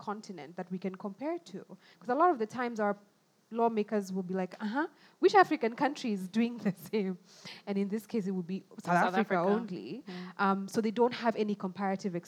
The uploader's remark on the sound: Our first ever live recording of The Spread